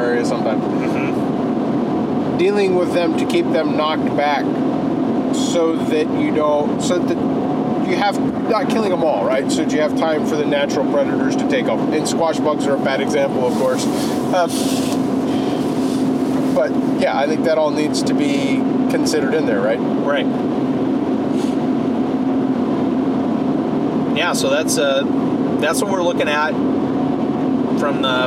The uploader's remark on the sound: This episode was recorded while we were on the road to an event (there is some road noise).